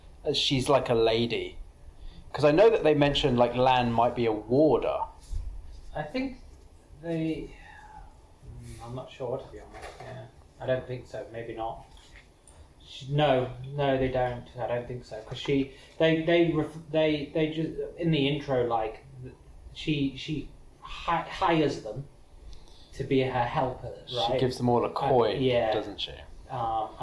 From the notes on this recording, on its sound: This episode was an experiment, the audio quality and post production improve dramatically over the following few episodes